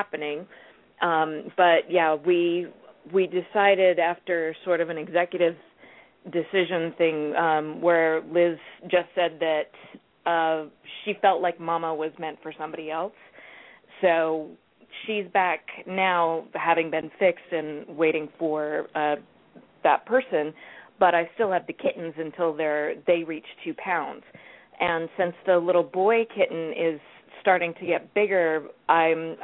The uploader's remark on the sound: open up the lines for listeners to call